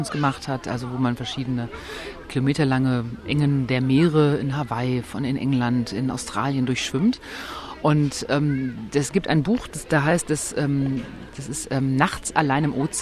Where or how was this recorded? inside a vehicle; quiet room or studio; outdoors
outdoors